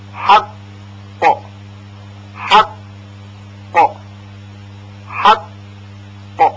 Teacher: در این کلمه برای تلفظ قاف مشدد بعد از تلفظ ح بلافاصله اقصى لسان به طرف حنک اعلا یعنی سقف دهان بالا میره و هوا را حبس میکنه، و بعد از چند لحظه زبان کنده میشه و به طرف پایین میاد و قاف تلفظ میشه